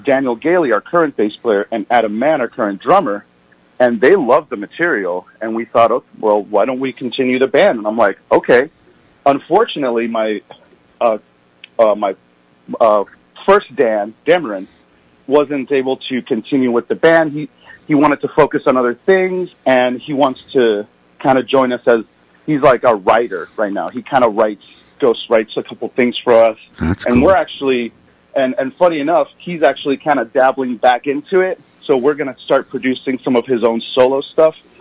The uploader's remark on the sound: 96.5 WSLR Phone-In Interview. This interview was live on air on 96.5 WSLR.